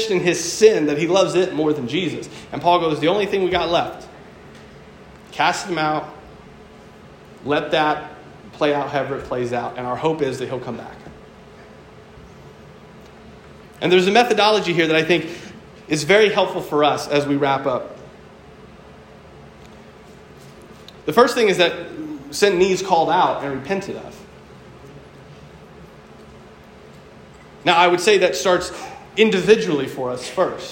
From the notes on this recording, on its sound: preached at my local church